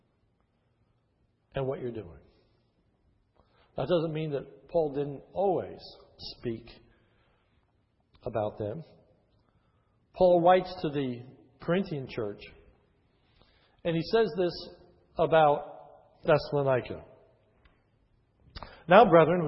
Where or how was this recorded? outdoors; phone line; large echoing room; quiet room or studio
large echoing room